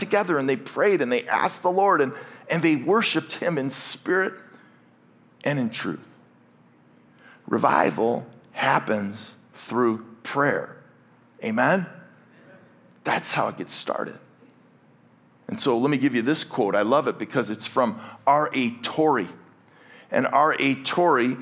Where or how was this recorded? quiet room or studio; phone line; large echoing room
large echoing room